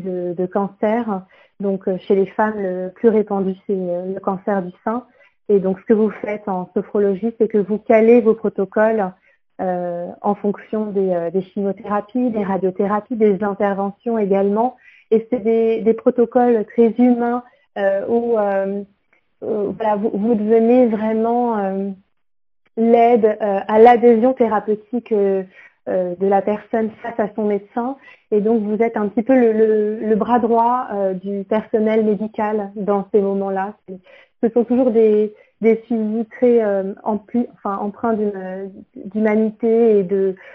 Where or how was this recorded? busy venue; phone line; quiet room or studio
phone line